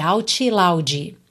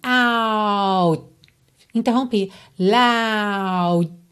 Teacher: Lembra que é muito importante que você não coloque uma vogal aí, out loud, tá? Porque essas são consoantes oclusivas que só vêm interromper o som. Out, interrompi, loud.